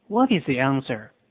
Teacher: 注意在 the 和 answer 之间加上一个 ye 之后，整句话就变成了 What is the answer?